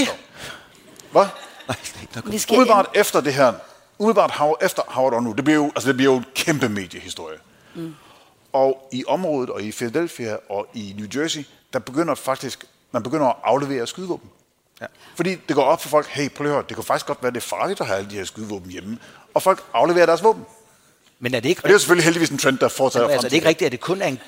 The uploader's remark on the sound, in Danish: Live fra Århus Musikhus